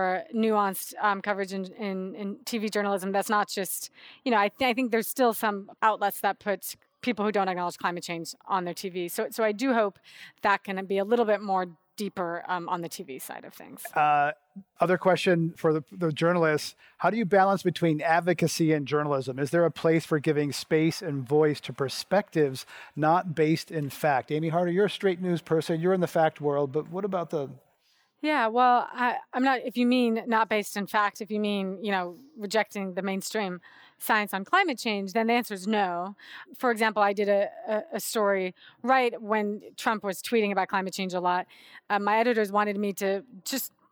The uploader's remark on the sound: Portions of this program were recorded at the BSR 2019 Conference in San Jose, California.